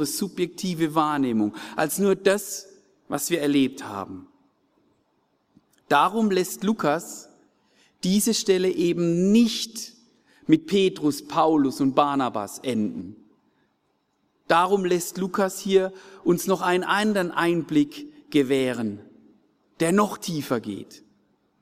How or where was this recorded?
large echoing room